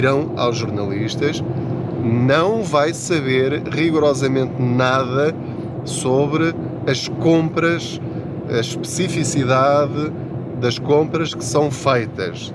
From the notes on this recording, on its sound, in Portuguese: Não ligue aos barulhos da viagem.